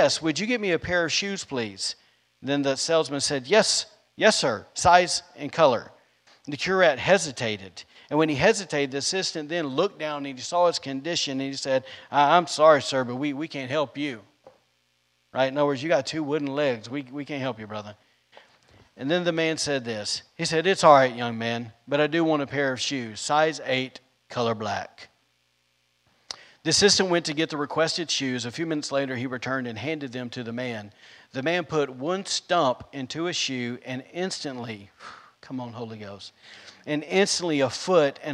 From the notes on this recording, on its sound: was recorded on Sunday, September 5th, 2021, during service at The Anchor Church in Rockport, Maine.